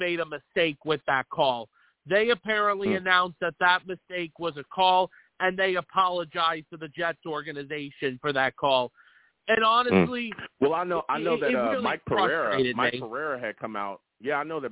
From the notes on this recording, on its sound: I also take live callers!